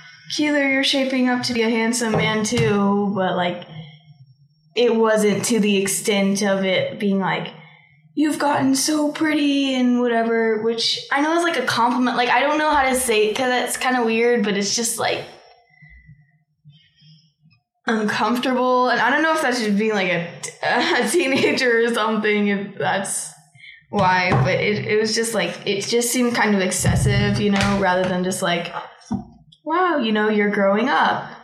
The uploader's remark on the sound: My mic is great in the studio with soundproofing. Not so great as a field mic sitting at a table with two kids. Still, the conversation is worth the listen, even if the sound quality isn't great.